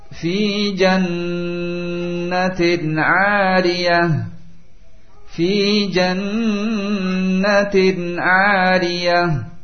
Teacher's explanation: tanwin setelahnya ain, dan ain termasuk huruf izhar, sehingga dibaca jelas